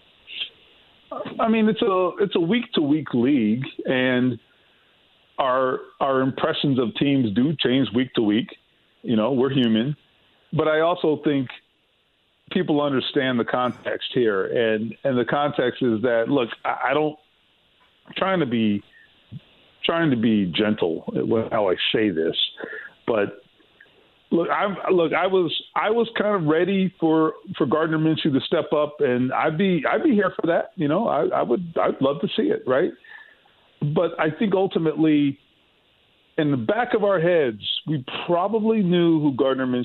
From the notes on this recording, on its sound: He takes some calls and answers some questions from listeners online about the loss as well. He then opens the phone lines back up and takes some calls! He takes some more phone calls from listeners as well!